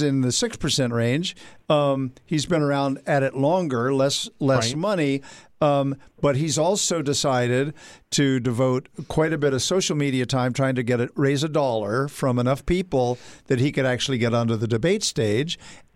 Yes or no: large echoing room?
no